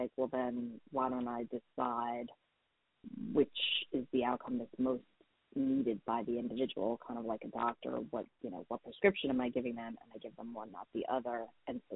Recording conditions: phone line